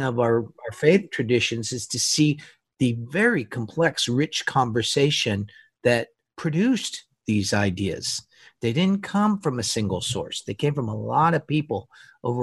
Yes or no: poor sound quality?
no